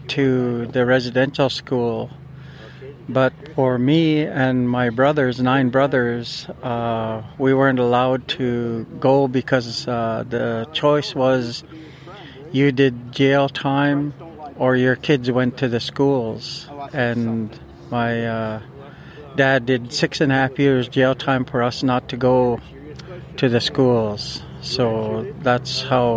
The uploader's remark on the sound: Interviews from the sacred fire at City Park. Coverage of the Youth Imagine The Future Festival.